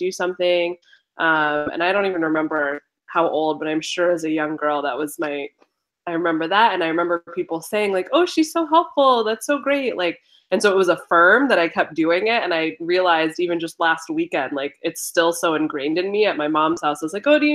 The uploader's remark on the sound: This episode is the audio from an online panel. Handle some dude trolling online as the conversation is happening live.